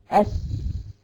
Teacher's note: عندك الثنايا العليا والثنايا السفلى تصادمت